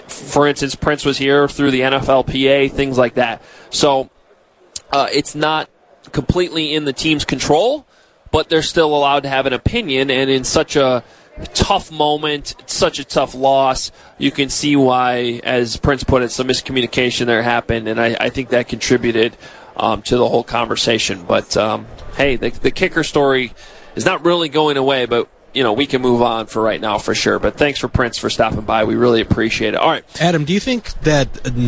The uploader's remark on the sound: Live From Radio Row